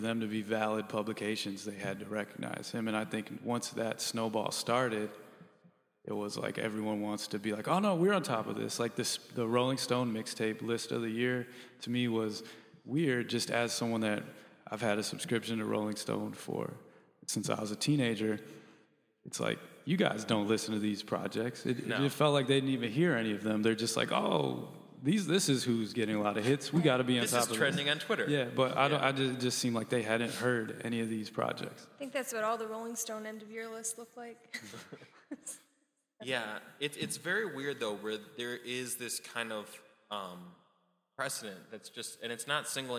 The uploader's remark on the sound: Recorded live at the Chicago Cultural Center as part of the City Of Chicago’s Creatives At Work Music Forum series.